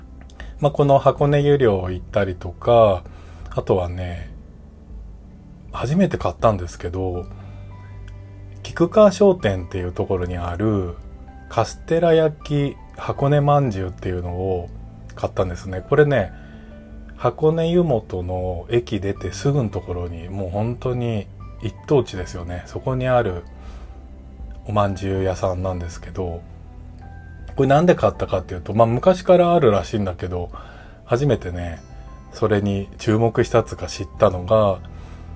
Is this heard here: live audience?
no